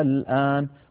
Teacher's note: دخلت عليها همزة الاستفهام فأبدلت همزة الوصل ألفا فصار النطق الآن.